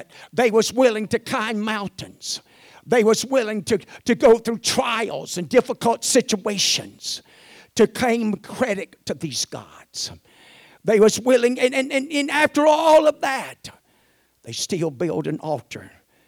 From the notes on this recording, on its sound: at the First Jesus Name Church of Benndale on the Sunday night of 5-28-2023